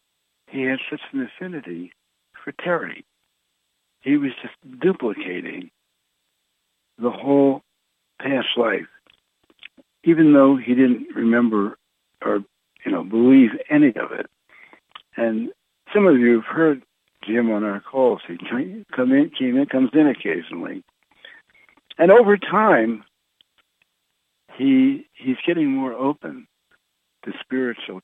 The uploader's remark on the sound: Conference Call LIVE